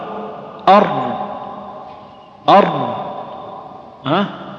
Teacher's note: فنقول في الراء أر مع مراعاة امتداد الصوت الذي فيها لأنها من حروف المتوسطة أو الرخوة · Term: التكرار